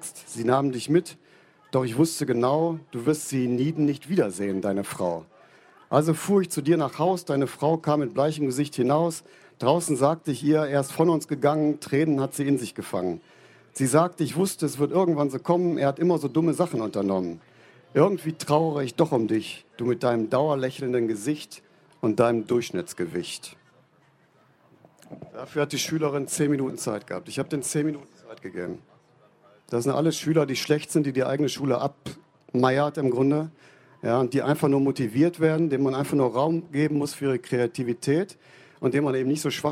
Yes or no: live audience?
yes